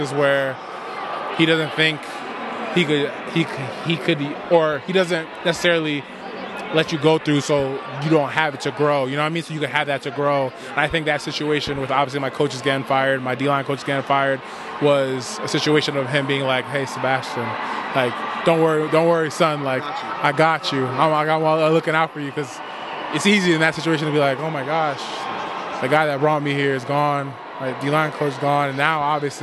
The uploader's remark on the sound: Interviews LIVE from Super Bowl LVIII in Las Vegas. Sports Spectrum is LIVE from Las Vegas, Nevada covering Super Bowl LVIII.